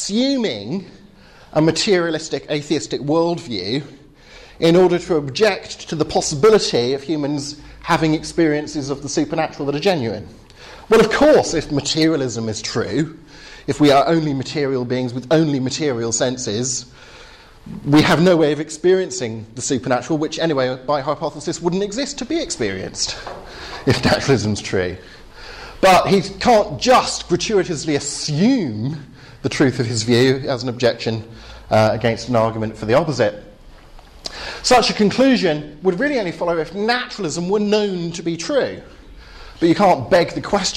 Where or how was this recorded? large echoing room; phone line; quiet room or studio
large echoing room